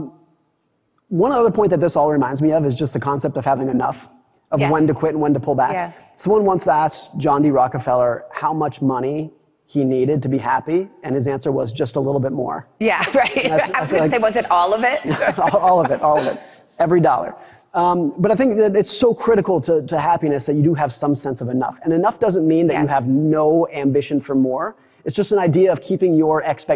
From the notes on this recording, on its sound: In front of a live audience.